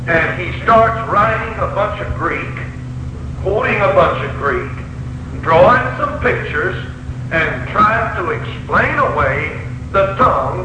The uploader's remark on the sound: Preaching in Laurel, Mississippi in 1963. Sorry but the Recording is not the best quality.